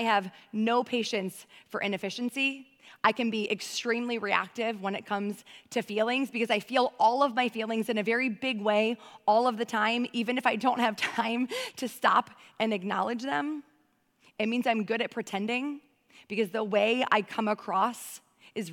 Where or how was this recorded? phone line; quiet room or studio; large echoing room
large echoing room